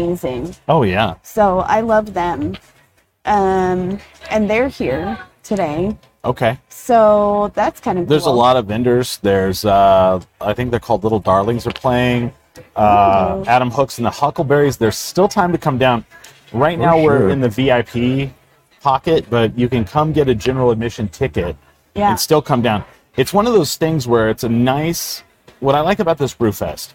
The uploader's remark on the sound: We are live from NM Brewfest! Some random festival goers!